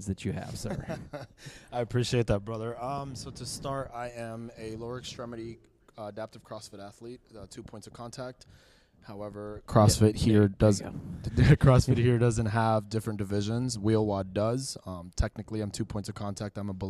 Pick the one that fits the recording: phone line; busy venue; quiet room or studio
busy venue